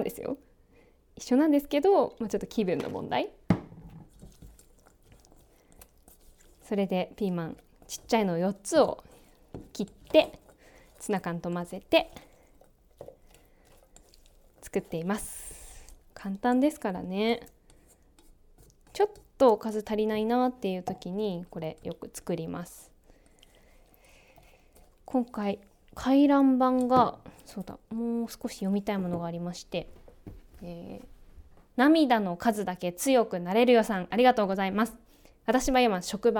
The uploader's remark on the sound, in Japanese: キッチンで料理を作りながら収録した